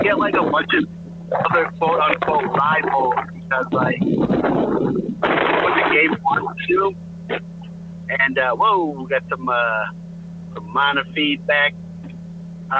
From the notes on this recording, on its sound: call in while on the road